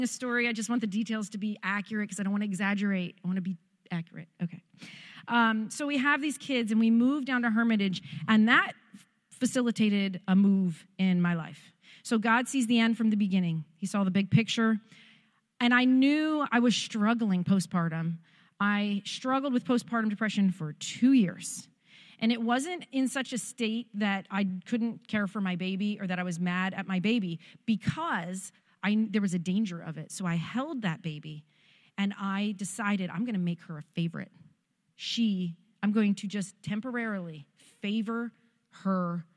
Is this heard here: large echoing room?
yes